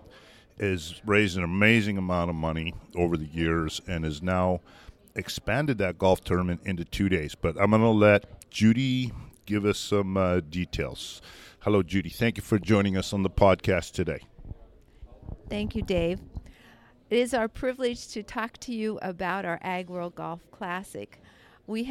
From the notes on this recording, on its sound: walks around the trade show floor of the Washington/Oregon Potato Conference